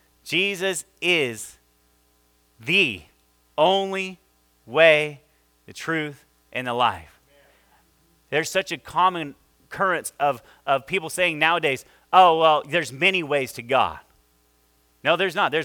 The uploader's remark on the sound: this is our first service audio